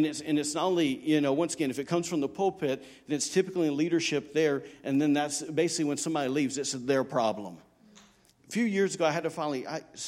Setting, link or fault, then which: setting, large echoing room